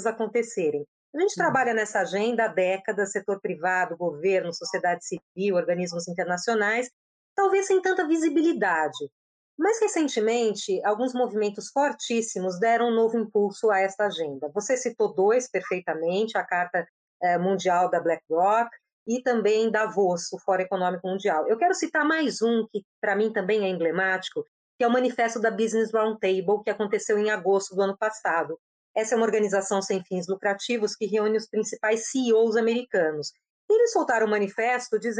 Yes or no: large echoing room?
no